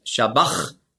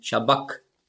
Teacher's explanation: das Chi, das hat man ausgesprochen so wie ein C hinten im Gaumen · Shown in: second take · K.